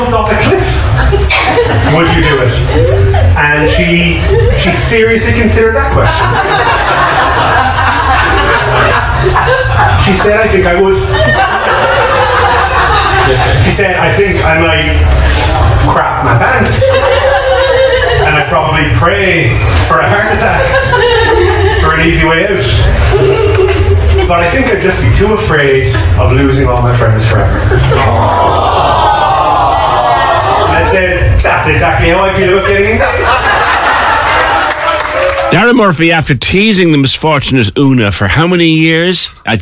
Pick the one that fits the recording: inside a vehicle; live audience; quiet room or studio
live audience